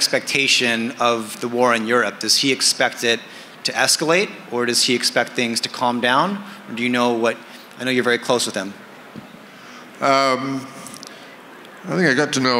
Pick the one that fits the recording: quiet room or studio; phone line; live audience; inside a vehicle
live audience